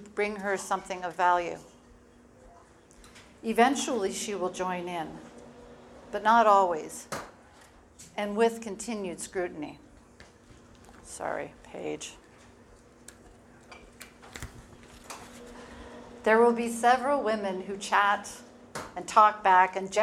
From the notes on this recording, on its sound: The speech I gave at the Chicago Yoga for Recovery fundraiser at the Victoria Garden theater on Saturday night the noises that you’re going to hear in the background are actual bartenders and people having snacks and chatting.